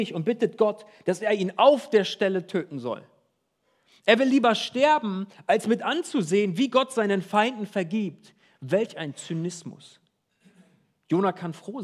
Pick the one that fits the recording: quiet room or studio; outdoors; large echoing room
large echoing room